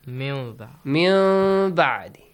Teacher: don't produce the meme completely. Min ba'di. Yes. As if you're doing an ikhfa, but you're producing at the same time a meme sound. · Term: Half meme